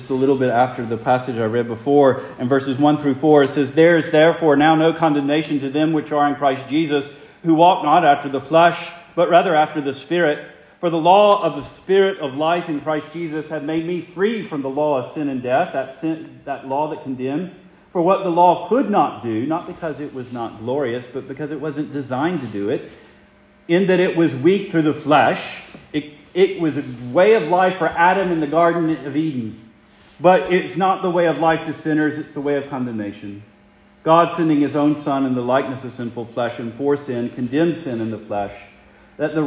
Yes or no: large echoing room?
yes